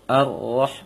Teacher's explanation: mengucapkan ro takrir, dia getaran ringan pada ujung lisan. Maka ketika mengucapkan ro tidak boleh berlebihan.